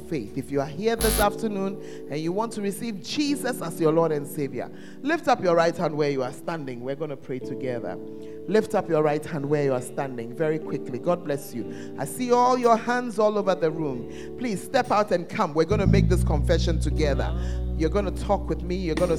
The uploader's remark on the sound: Preached at First Love Center; Ayeduase